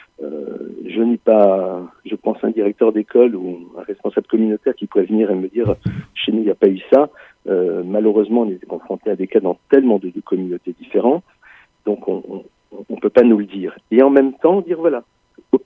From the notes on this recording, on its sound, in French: au téléphone